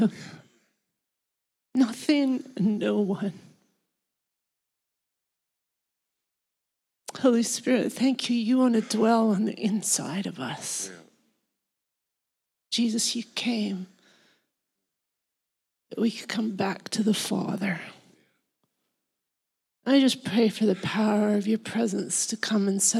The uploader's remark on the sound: This was recorded in our Melbourne East service